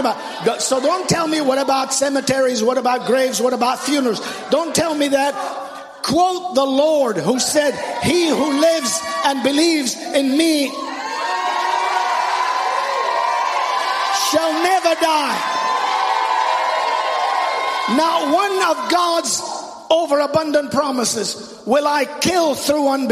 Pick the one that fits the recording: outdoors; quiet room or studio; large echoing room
large echoing room